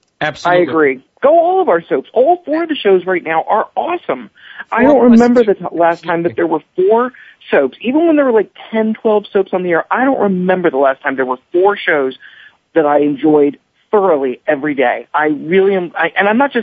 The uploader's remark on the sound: Soap Central Live is, as the name implies, broadcast live every week. Opens the phone lines to fans.